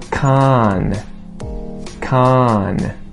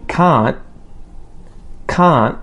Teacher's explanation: If you hear can't, can't, it's different from can, can. That N sound is a lot more emphasized in the word can, as opposed to can't.